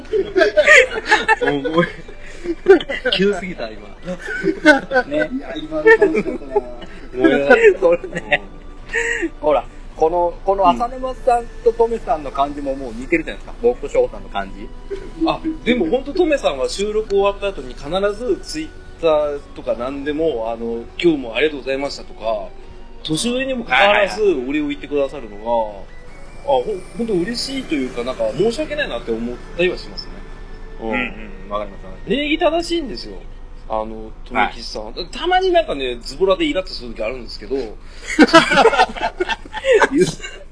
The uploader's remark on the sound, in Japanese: 諸都合で外での収録だったため、車の通る音なども聞こえますがご容赦ください。